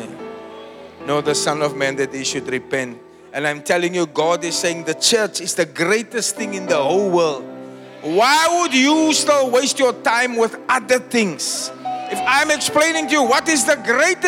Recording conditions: live audience